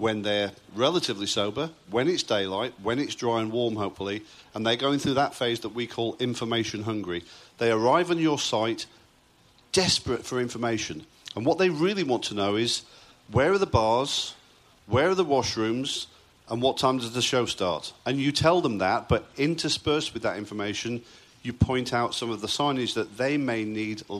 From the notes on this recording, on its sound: In our first-ever live taping of the Event Safety Podcast. Presented by Reel Media as part of the 2019 Event Safety Summit.